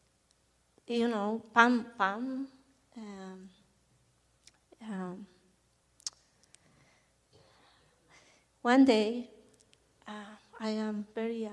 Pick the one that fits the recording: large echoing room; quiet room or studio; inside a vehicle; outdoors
large echoing room